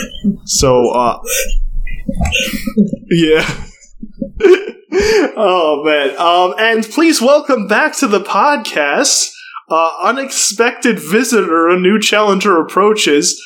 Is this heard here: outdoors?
no